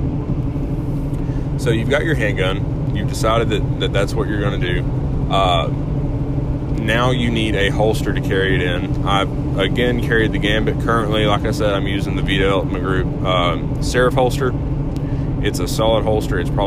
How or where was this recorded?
inside a vehicle